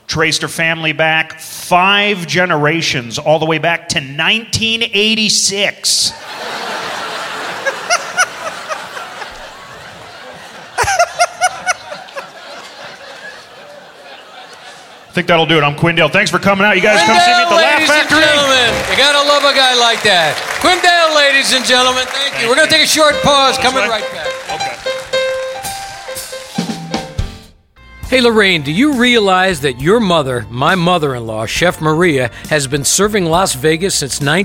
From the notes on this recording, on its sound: Live At the SouthPoint Casino